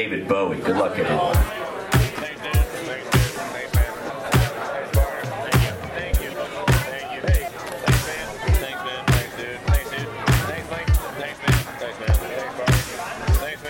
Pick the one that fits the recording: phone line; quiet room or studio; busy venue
busy venue